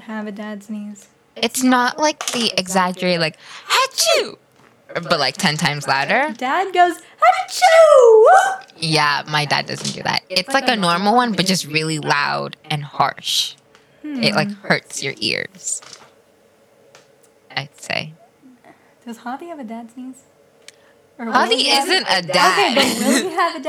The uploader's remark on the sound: With a slight echo bc SOMEONE cough cough is too god damn loud.